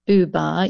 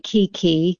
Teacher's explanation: Researchers are wondering whether it might have something to do with the shape of your mouth when you make certain sounds. So when you say booba, your mouth is making more rounded shapes, whereas when you say kiki, the mouth is not making round shapes